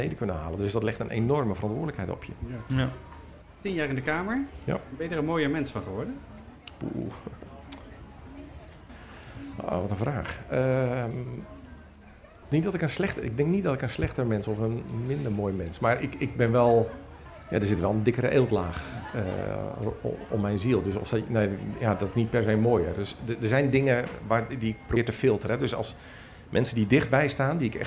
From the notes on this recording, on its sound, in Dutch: Speciale aflevering vanaf pinksterconferentie Opwekking. Live publiek.